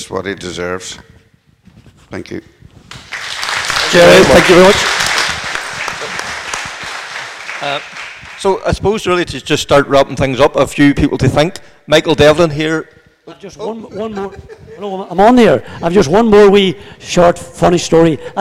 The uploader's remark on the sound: Recorded in front of an audience. Held in the magnificent setting of the The Stables motorsport museum in Donegal.